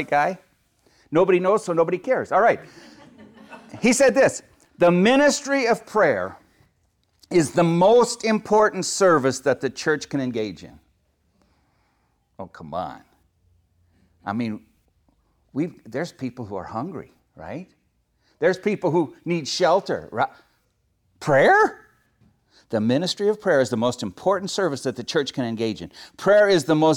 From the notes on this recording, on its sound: This sermon was delivered IN PERSON since the beginning of the Corona Virus pandemic.